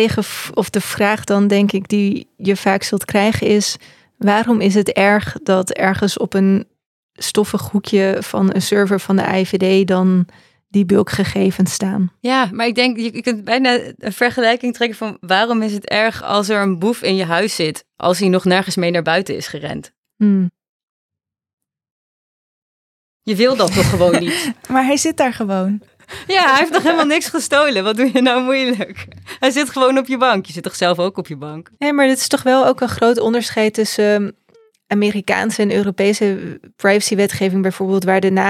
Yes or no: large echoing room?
no